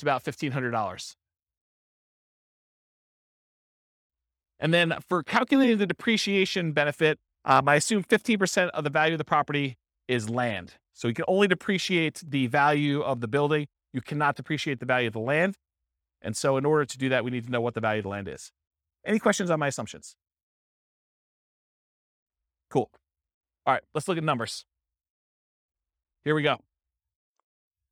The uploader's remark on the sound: This was a live class recorded